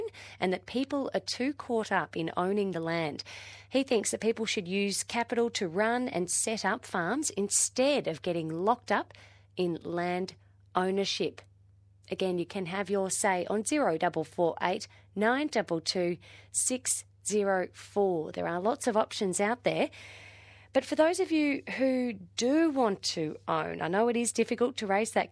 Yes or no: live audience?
no